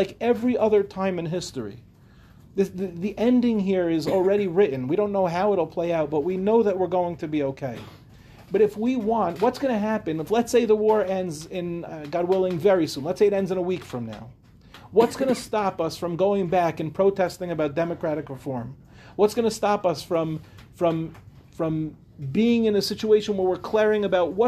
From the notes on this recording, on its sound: This shiur, delivered in Yeshivat HaKotel for the newly formed Acheinu program